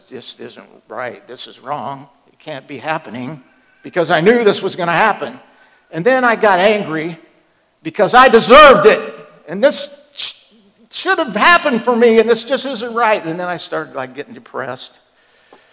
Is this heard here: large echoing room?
yes